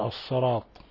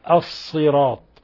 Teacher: يشوبون صوت الصاد المكسور بالمفتوح فهو أقرب إلى الفتح · Shown in: first take